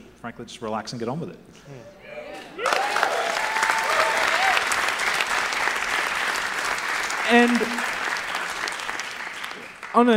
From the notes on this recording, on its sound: YACK FEST SPECIAL. Live recording of A Rational Fear.